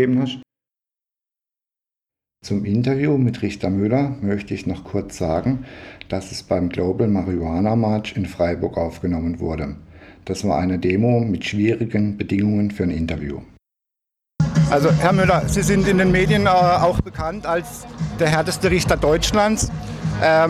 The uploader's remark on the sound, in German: Das Interview wurde beim Global Marijuana March in Freiburg aufgezeichnet.